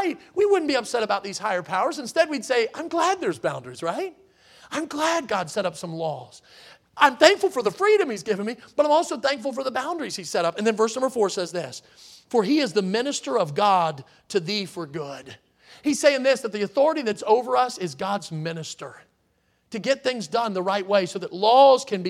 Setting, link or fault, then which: setting, large echoing room